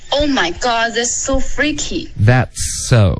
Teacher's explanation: 这个 that 的 th 的音你发的有点像一个呢了